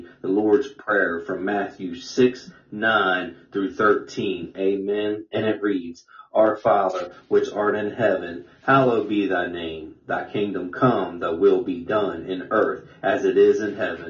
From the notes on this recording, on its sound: Sound (technical issues).